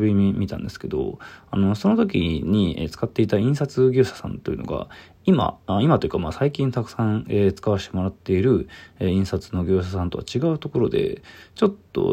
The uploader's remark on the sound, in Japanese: From Radiotalk。ボイスメモです。